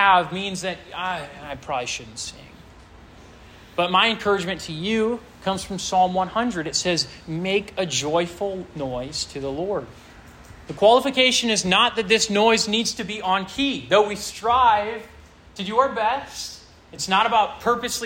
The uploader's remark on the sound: This sermon was preached to a Junior + Senior high school audience